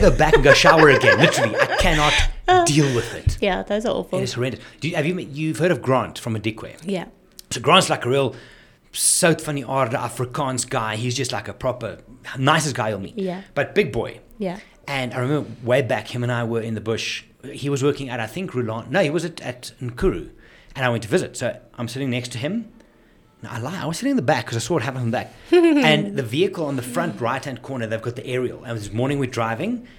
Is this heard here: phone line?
no